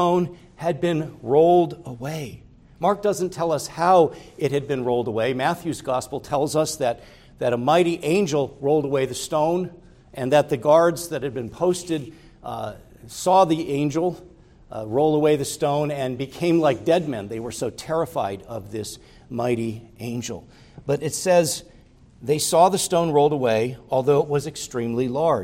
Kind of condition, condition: setting, large echoing room